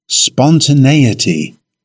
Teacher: It has five syllables. Stress the third syllable. In British English, it's pronounced spontaneity.